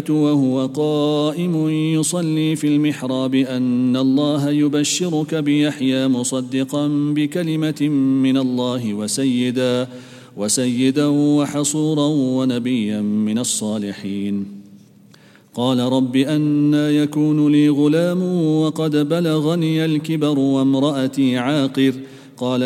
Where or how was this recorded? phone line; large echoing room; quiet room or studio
large echoing room